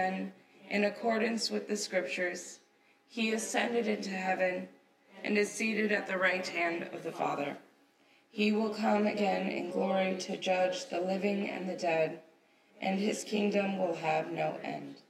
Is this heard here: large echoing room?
yes